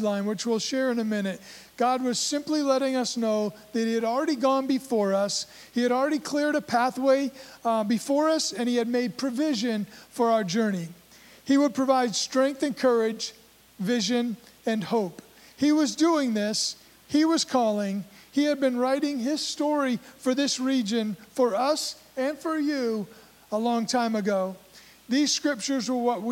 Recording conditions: large echoing room